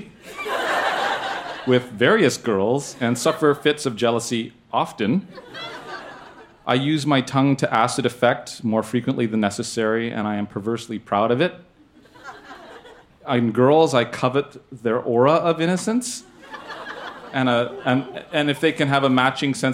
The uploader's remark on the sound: Recorded live in Vancouver, BC.